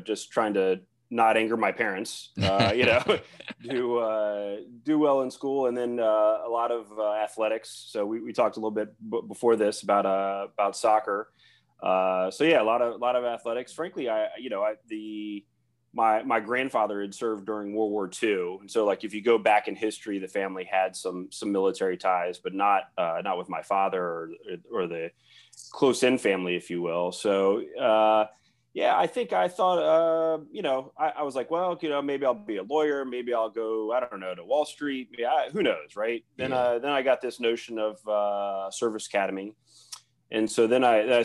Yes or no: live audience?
no